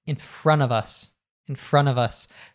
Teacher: So you have the NT in front. We drop the T sound, the N connects to the of, which becomes a schwa sound, in front of, and the v at the end of connects to us, in front of us. · Term: connected speech